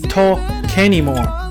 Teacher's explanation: talk 里面的尾音 k 要跟 anymore 连读